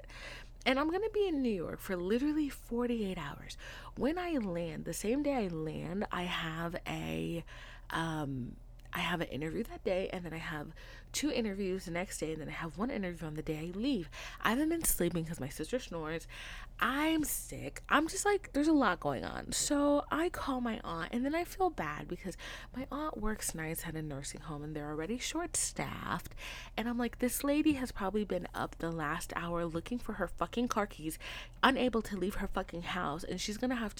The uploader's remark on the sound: Side note this is not my normal recording set up so the sound is not as high as I'd like it to beeee.